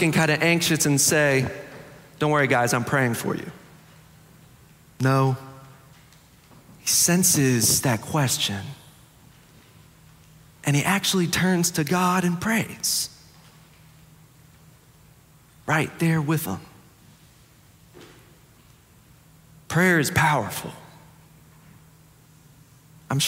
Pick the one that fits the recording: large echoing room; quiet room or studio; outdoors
large echoing room